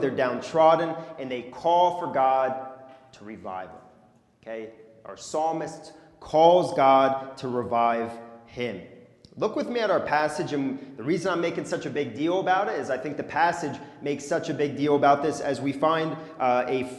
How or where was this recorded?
large echoing room